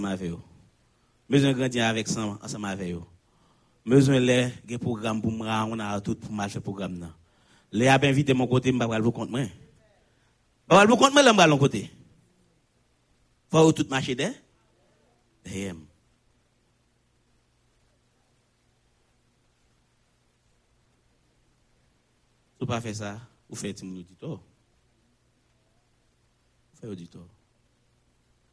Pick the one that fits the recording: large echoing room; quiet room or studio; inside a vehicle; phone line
large echoing room